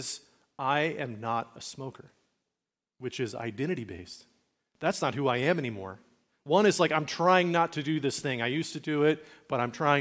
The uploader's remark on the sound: Recorded at Liferoads Church in Spokane, Washington